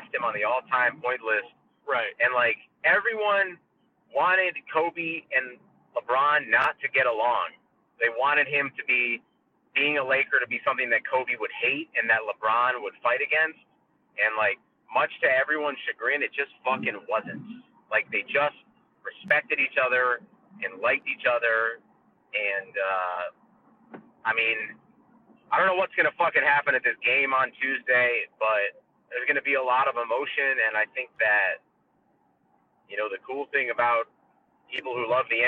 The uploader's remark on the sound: We were in the car and kept it brief.